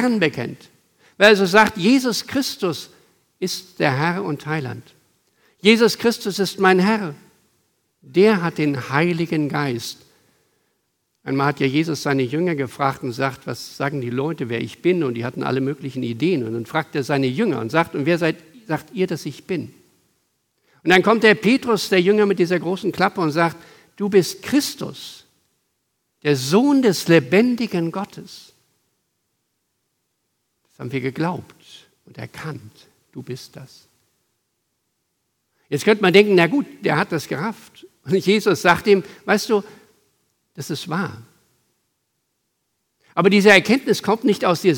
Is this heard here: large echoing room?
yes